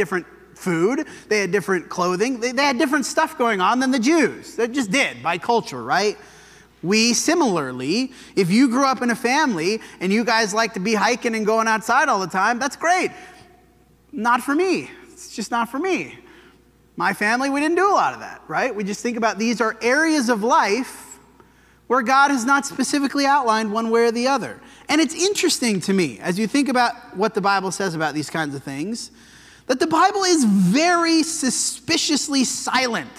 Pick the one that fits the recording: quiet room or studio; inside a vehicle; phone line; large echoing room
large echoing room